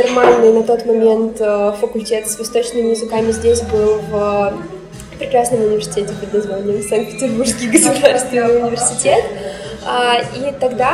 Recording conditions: poor sound quality